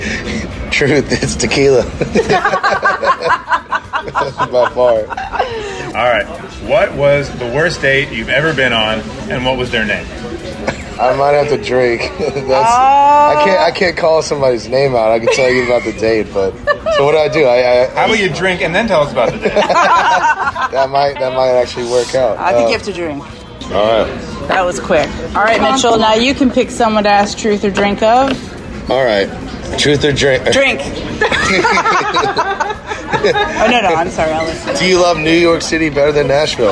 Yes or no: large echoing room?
no